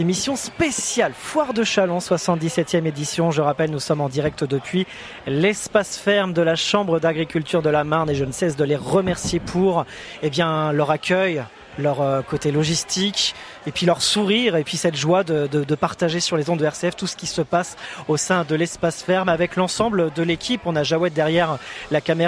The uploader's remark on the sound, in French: RCF en direct de la 77e Foire de Châlons.